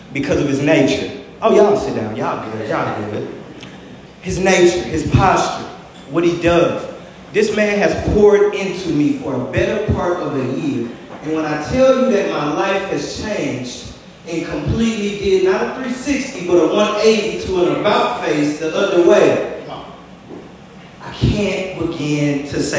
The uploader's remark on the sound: LIVE from Spirit & Life International Ministries!